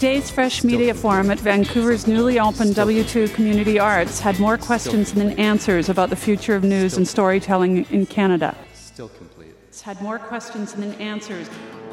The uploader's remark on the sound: At Fresh Media conference at W2 Arts + Media Centre. In a workshop about storytelling + podcasting.